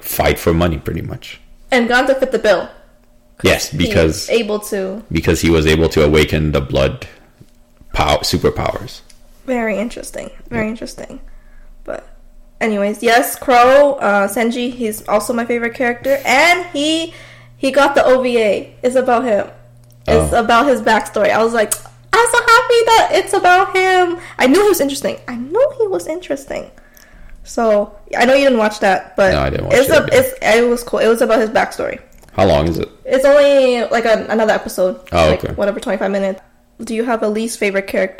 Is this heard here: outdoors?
no